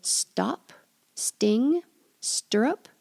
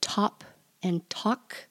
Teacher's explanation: The soft T, stop, the T is behind your teeth. · Shown in: first take